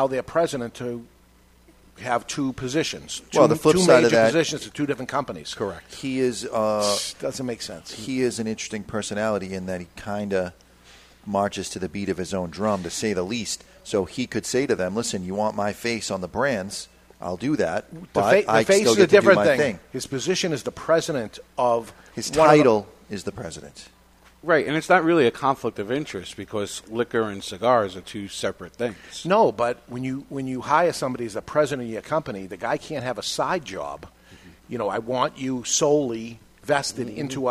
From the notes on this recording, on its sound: live from Two Guys Smoke Shop in Salem, NH